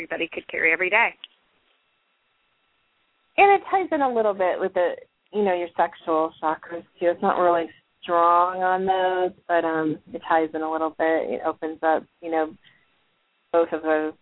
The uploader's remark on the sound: live call in guests